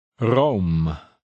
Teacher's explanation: starts with a more noticeably trilled R